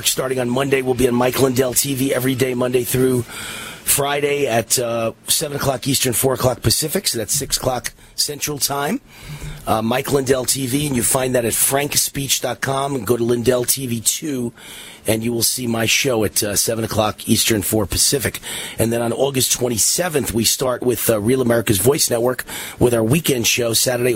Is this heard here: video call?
no